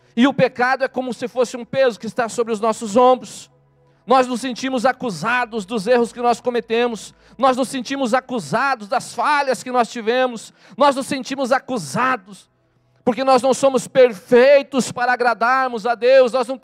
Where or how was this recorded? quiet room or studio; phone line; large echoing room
large echoing room